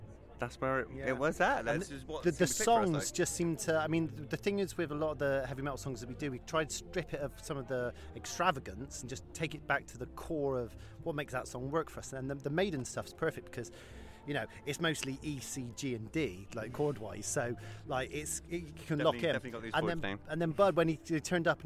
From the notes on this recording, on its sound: Inside a Local Ukulele Festival! I take a trip to a local ukulele festival in Box - a small village of less than 400 people in the South West of England.